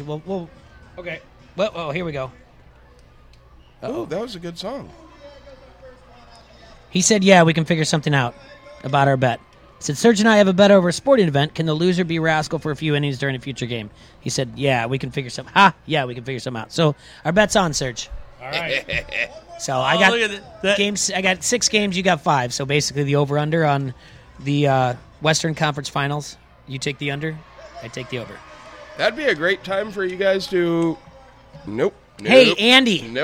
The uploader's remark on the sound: LIVE from Modern Woodman Park!!! It's a day game and the Bandits host the Timber Rattlers.